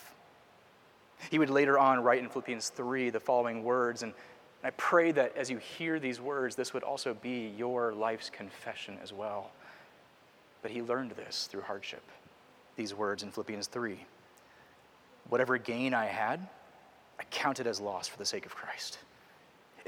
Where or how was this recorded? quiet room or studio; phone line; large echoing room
large echoing room